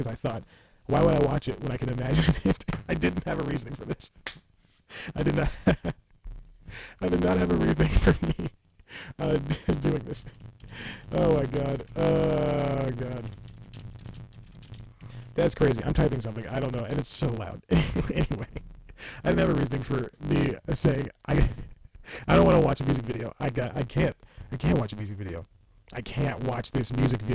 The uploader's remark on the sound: Audition crashed. AGAIN and ruined the episode's audio. It's still kind of listenable if you can tolerate a lot of distortion.